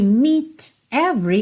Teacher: a gente pode juntar meet every, rarará no T